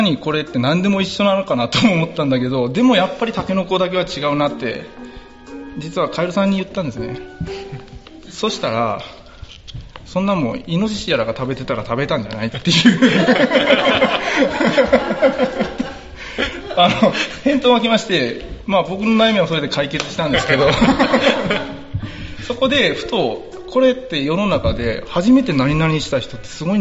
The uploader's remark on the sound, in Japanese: 今回は寝忘れ合宿in金沢での公開収録をお届けいたします。